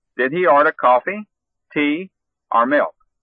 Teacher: Use a rising intonation for all except the final alternative. Use a falling intonation for the final alternative.